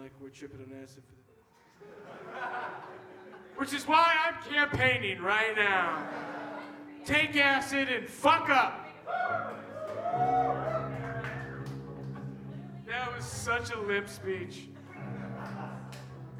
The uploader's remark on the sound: Live at Villain NYC 2016. Villain Brooklyn, NY USA.